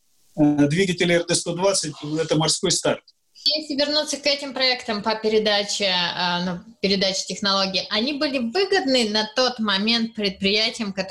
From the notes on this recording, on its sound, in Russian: Данный подкаст записан с помощью Zoom.